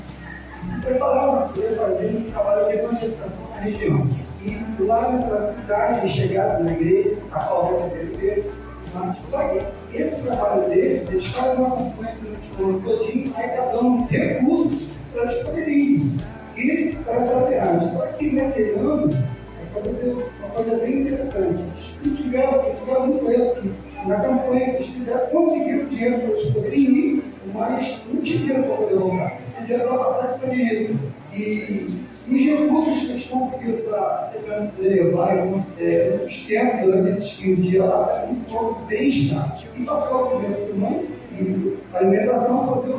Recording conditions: poor sound quality